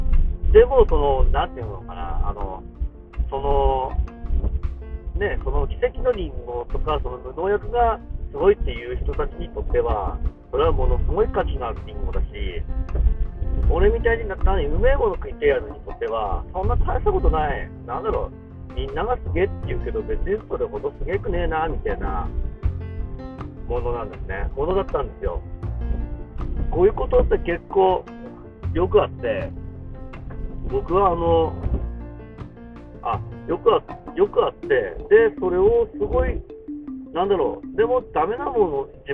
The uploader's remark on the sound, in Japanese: 車の渋滞がすごすぎて暇なので録音。風邪気味なので、いつも以上に鼻声っす。